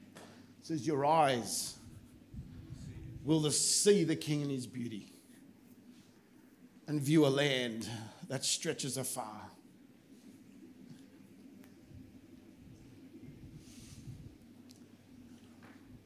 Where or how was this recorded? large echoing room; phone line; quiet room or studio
large echoing room